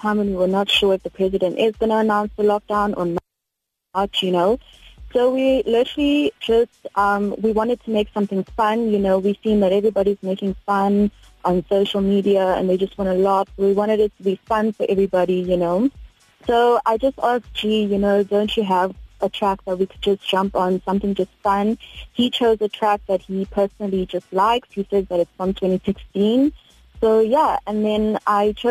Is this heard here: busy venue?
no